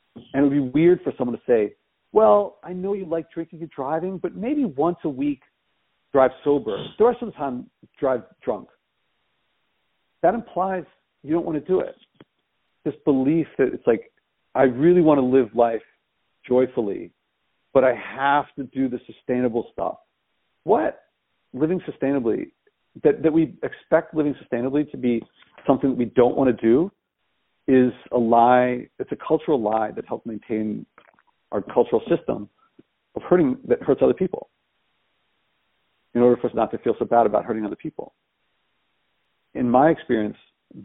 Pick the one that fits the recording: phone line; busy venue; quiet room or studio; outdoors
phone line